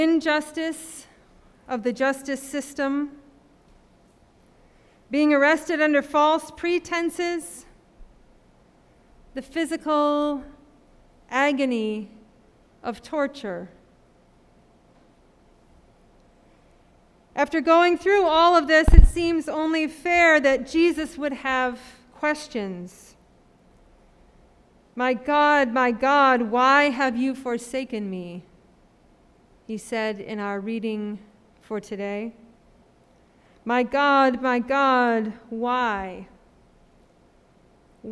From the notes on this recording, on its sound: Sermon preached at RCHP